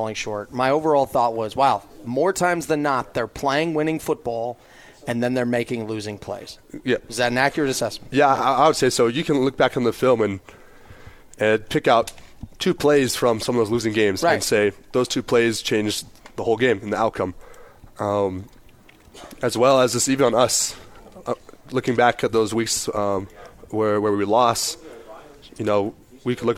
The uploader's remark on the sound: live from BYU Football Media Day